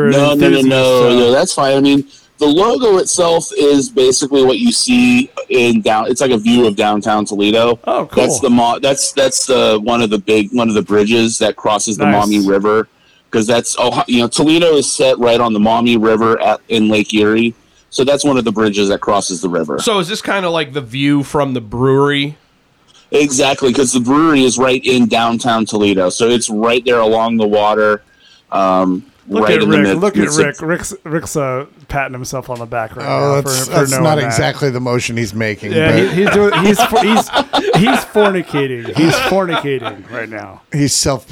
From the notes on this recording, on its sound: join us as a guest by phone